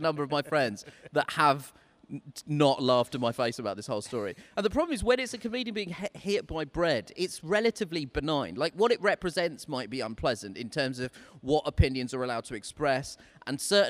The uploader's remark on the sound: At the Clapham Grand in South London. A virtual audience are on the TV screen beside him. The socially distanced guest.